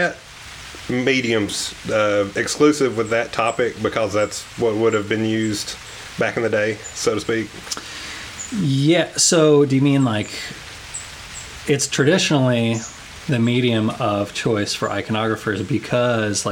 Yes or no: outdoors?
yes